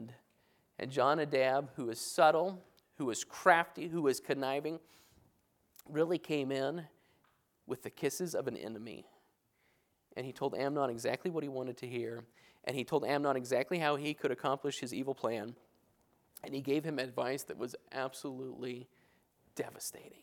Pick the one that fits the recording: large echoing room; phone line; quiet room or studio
large echoing room